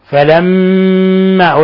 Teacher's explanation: قوله تعالى فلما، ميم مشددة، الحكم التجويدي حرف غنة مشدد يغن مقدار حركتين، فلما، ألاحظ إطباق الشفتين، ألاحظ الغنة من الخشوم